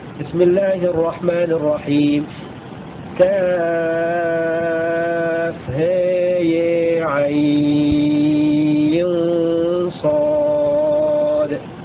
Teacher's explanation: أمال الهاء والياء معا شعبة والكسائي